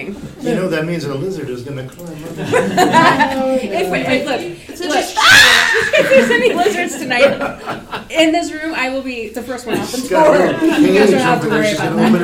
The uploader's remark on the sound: Recorded live March 10, 2023 at Wild Wild West Con. Salon.